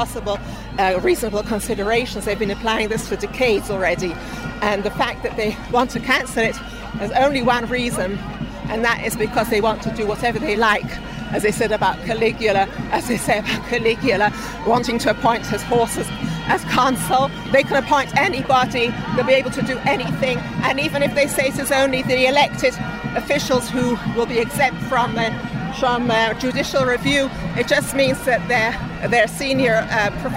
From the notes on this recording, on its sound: Mass protests in Israel: Hear from The CJN on the ground for the “Day of Disruption” in Jerusalem. Amid all the flag-waving, drumming and horn-blowing. Grabbed his microphone to hear from protesters.